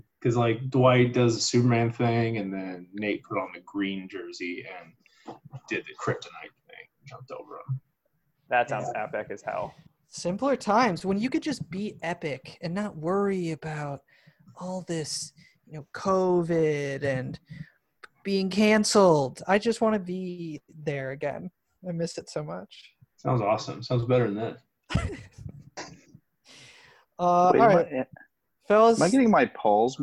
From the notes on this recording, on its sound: Who's In The Zoom Room? Send out a Zoom invite to a few old guests at the beginning of the podcast and eagerly wait to see who joins the conversation.